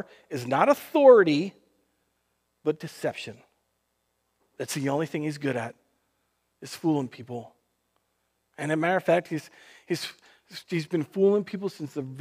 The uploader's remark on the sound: Recorded on June 28th, 2020 at Word of Life Church in Le Sueur, MN.